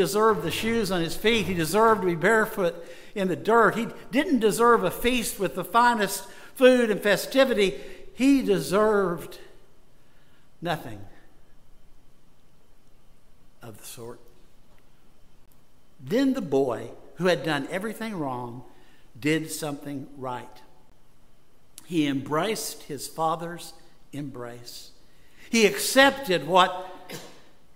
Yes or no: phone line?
no